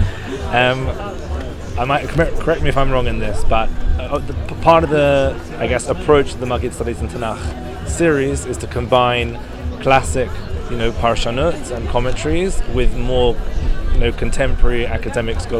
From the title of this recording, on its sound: LIVE from Shavua HaSefer in Jerusalem